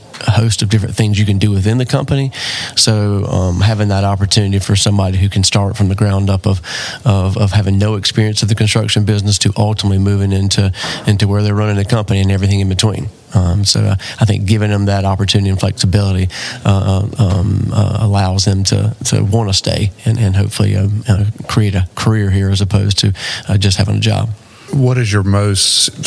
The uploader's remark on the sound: recorded at the 2023 South Carolina Restaurant and Hospitality Association Conference in Greenville, South Carolina